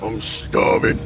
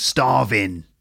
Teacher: So the G is completely dropped off.